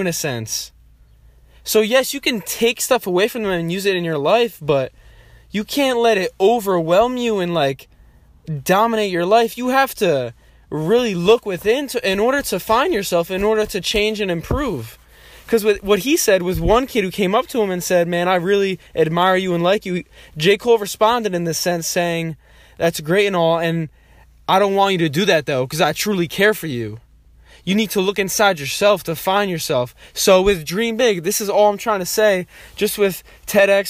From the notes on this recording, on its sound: This voice memo was recorded and sent to my friend at the time.